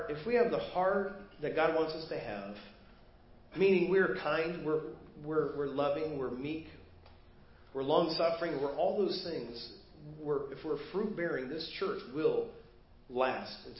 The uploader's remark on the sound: Preached at First Baptist Church of Hazel Park